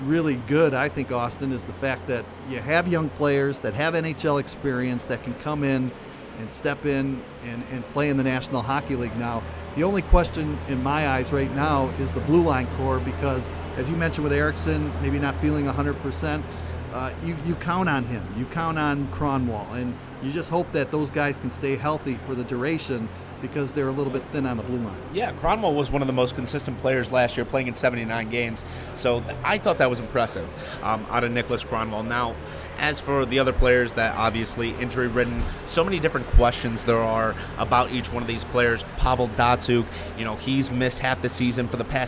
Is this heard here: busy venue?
yes